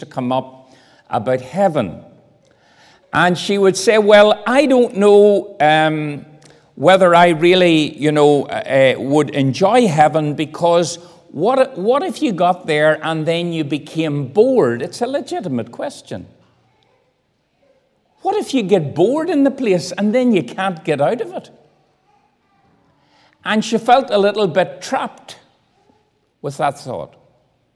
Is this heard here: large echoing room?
yes